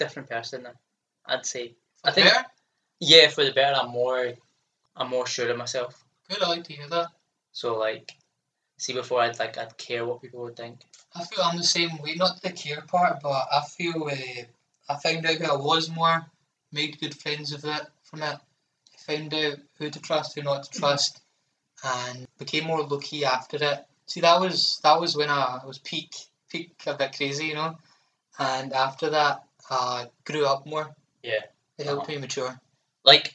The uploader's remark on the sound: Sorry for the audio quality of this episode.